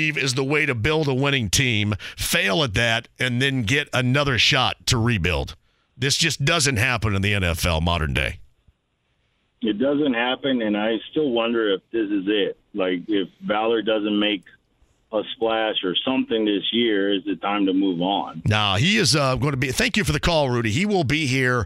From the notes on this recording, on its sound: He also continues to take calls and comments from listeners about the press conference.